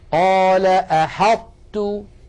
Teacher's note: نطبق المخرج على طاء من غير قلقلة ثم نفتح على تاء · Term: إدغاما ناقصا